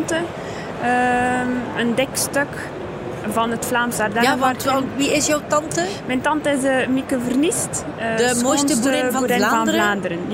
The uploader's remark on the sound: Horeca Expo Live